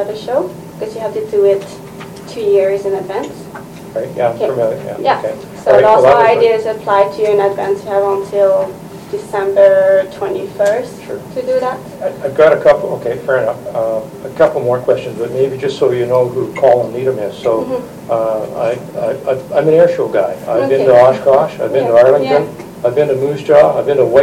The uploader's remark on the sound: Audio recording of the October 13, 2015 Regular Meeting of Peace River's Town Council.